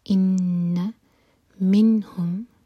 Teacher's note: نون پر اظہار ہوگا، نون کو کلیئر پڑھیں گے